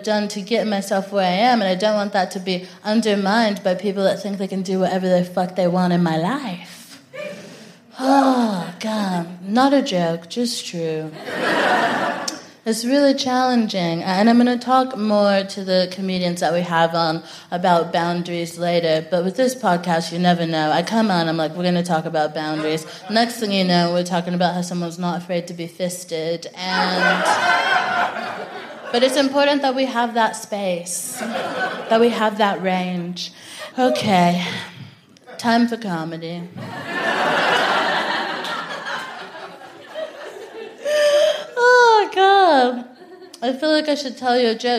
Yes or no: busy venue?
yes